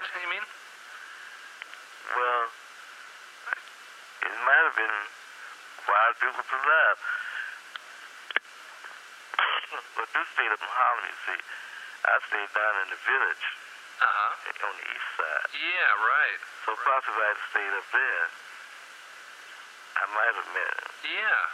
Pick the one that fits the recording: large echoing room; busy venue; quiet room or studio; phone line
phone line